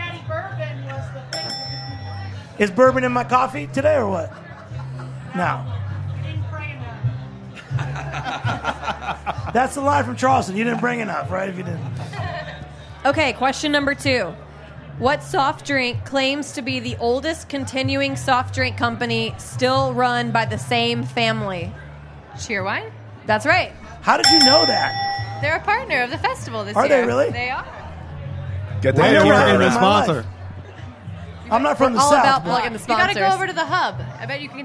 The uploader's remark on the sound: For our final broadcast from Charleston Wine + Food. We bring up two audience members.